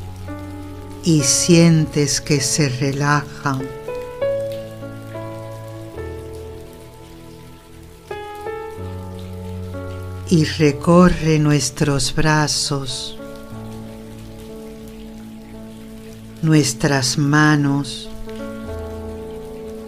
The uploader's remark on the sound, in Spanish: Con el sonido de la lluvia de fondo como melodía de calma.